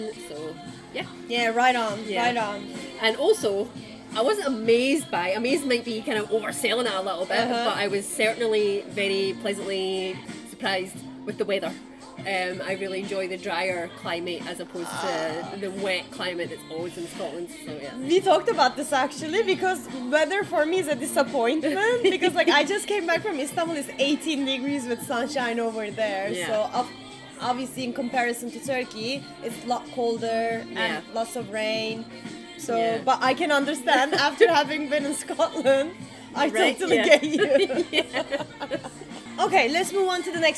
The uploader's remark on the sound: We recorded this episode on 17 February 2024, at Paradis du Fruit. We recorded this episode on 17 February 2024, at Paradis du Fruit.